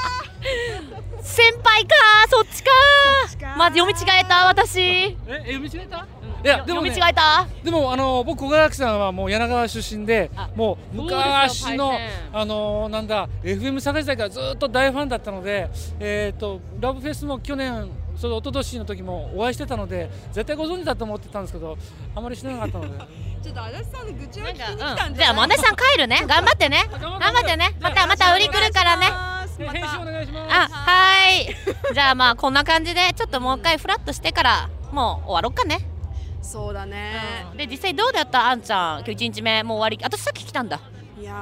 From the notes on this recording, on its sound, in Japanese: 会場で録音を強行。